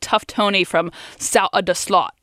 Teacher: dropping the th at the end of south, so it sounds more like sout